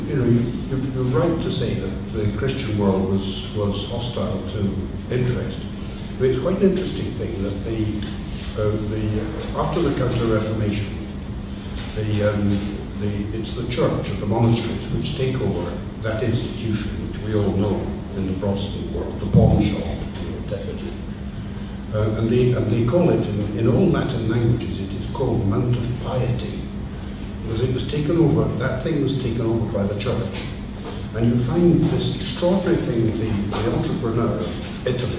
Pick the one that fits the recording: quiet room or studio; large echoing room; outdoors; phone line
large echoing room